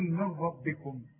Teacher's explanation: انما هو ده مش وقت بس علشان تعرف انك اذا وقفت عليها لاي سبب واخد بالك. انما عند الوصل انطقها اشبك الميم مع الراء قول من ربكم. وهكذا في عموم القران نون ساكنة بعدها ايه تسقطها من النطق. · Term: ادغام كامل بدون غنه